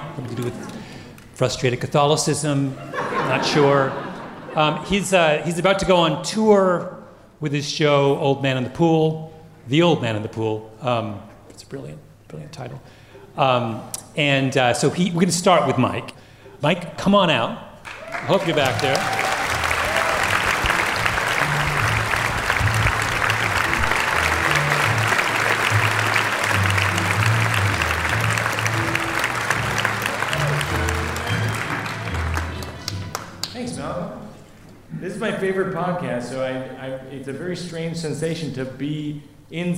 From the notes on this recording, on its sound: From our first-ever Revisionist History: LIVE events at the Town Hall in New York City and the Fillmore Philadelphia